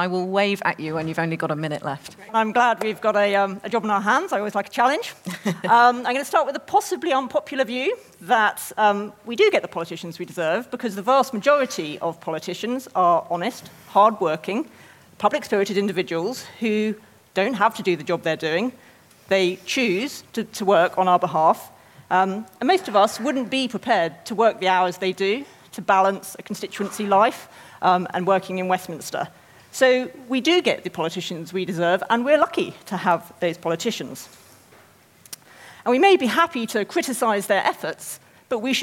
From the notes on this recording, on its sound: Recorded live at the Cambridge Literary Festival.